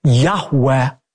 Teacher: What we actually have there in the original manuscripts are the letters Yud Heh Vav Heh, which are God's personal name that most Semitic scholars believe is pronounced a breathy Yahweh